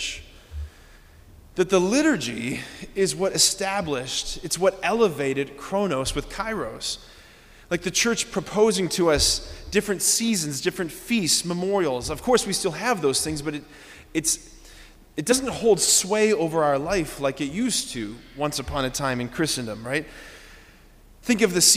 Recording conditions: large echoing room